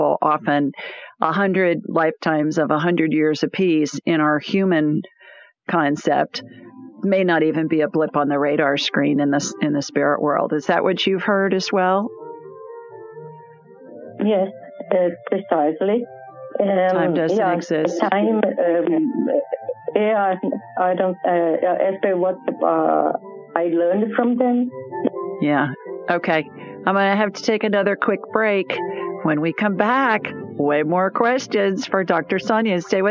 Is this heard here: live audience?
no